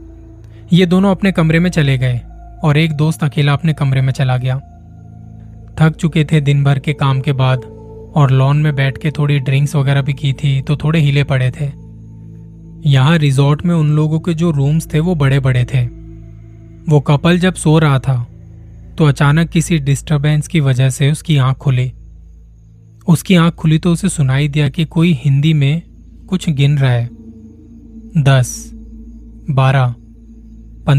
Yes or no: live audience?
no